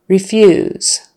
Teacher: Stress on the second syllable and the long e, re.